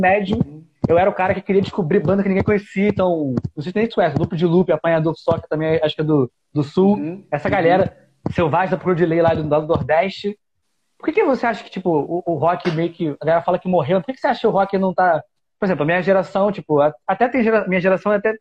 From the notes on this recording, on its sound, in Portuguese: conversa retirada de uma live no insta